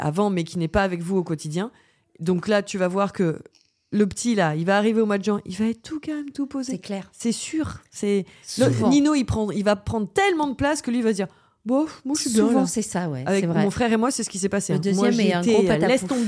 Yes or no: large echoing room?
no